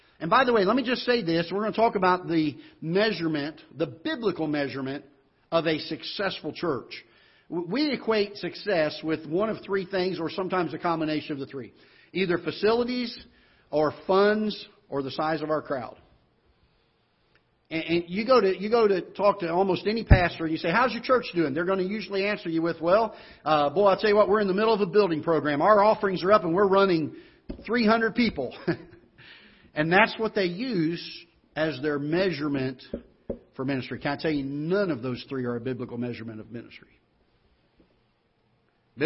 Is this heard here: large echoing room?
yes